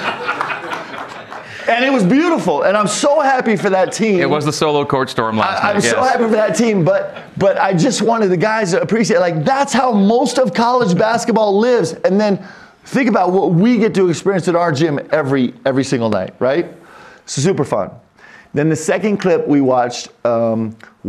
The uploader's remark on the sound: a live audience